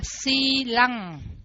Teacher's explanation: khi mà nó có phụ âm ng đi kèm theo sau thì nó chuyển thành trường âm